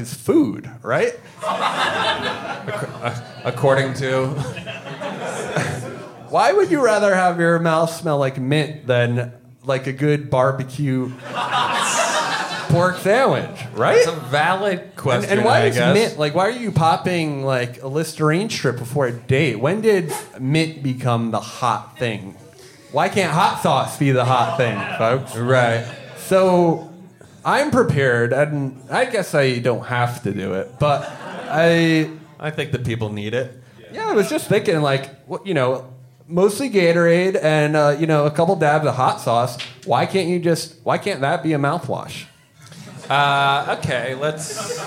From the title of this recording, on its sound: Twinnovation LIVE in CHICAGO!